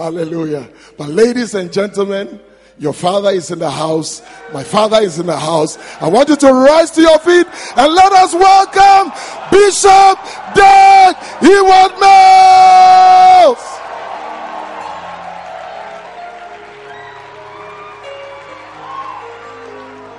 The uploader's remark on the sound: Preached at the dedication of The Qadish, Spintex Highway-Accra.